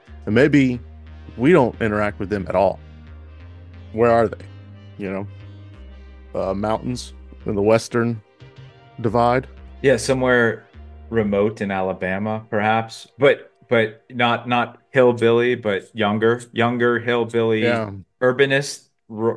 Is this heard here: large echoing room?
no